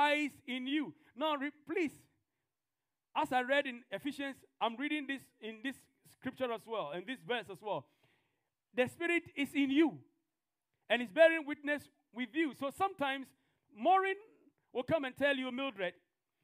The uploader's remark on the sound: TFCC Sunday Service. This podcast is a live recording of a Sunday Service.